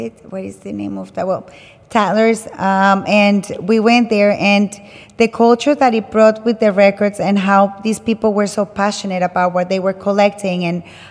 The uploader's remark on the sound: Live conversation in the gallery focused on DJ culture and vinyl record digging/collecting by Sydney-based Colombian-born DJs/selectors.